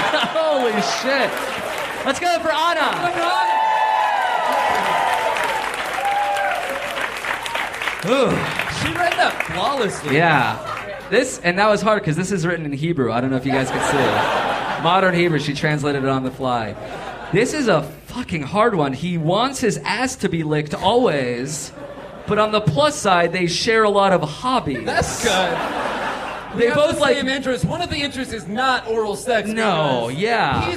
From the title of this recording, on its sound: Live at the Hollywood Improv!